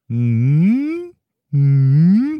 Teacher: it's the falling and rising tone, the dipping tone · Term: third tone